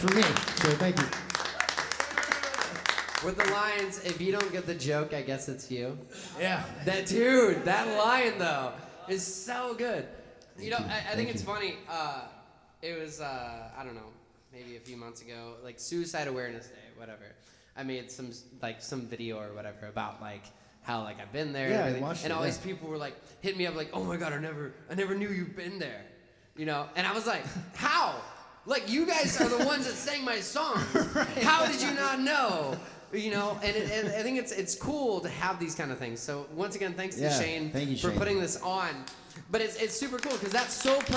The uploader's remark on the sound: Out to Naked Vine for my monthly Singer Songwriter Storytelling Showcase. This is the live audio recorded that evening!